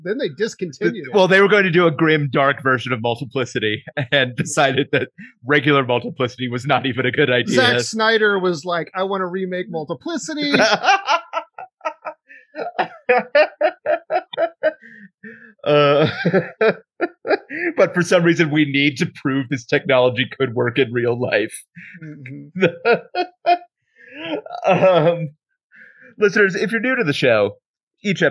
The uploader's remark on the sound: We ended up having to use the Zoom audio of this call, so the audio quality is not where we want it to be.